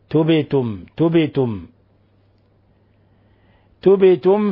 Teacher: ولما سكنت الباء وكانت من حروف قطب جد لابد من قلقلتها